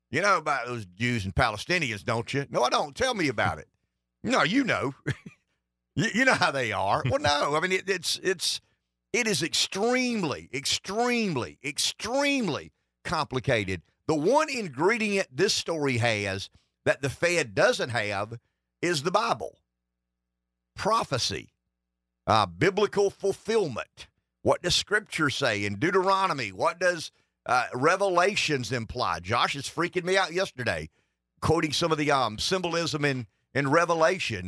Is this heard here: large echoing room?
no